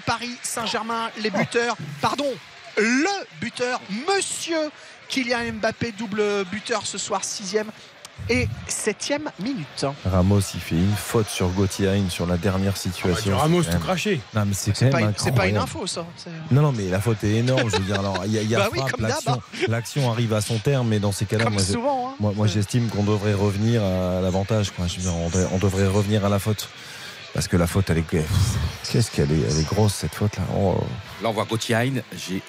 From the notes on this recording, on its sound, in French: en direct de l'Abbé-Deschamps